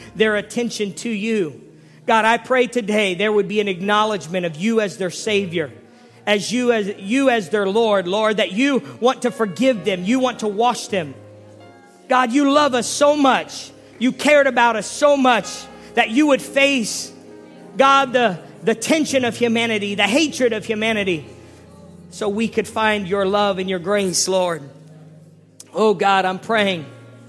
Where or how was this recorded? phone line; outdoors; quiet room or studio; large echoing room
large echoing room